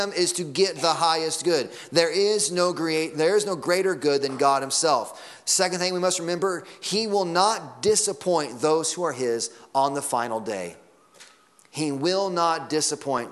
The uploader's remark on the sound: Sunday Morning Sermon Audio.